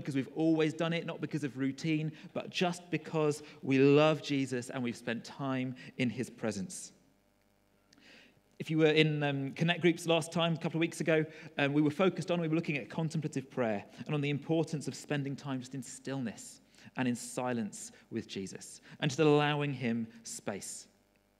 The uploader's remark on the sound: Recorded at freedomcentre church, Preston.